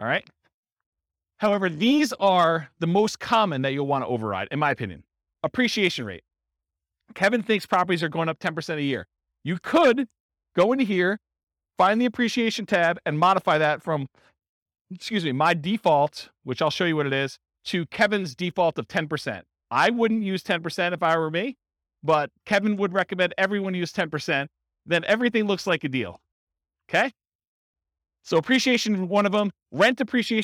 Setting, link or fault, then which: setting, live audience